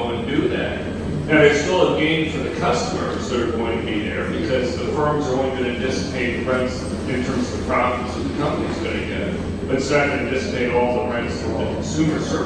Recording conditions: poor sound quality